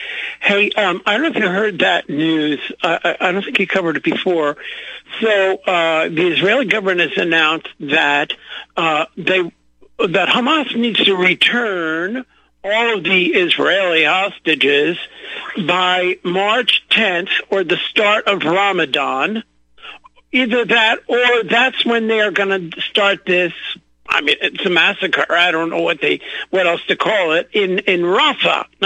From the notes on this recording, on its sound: opens phone lines to callers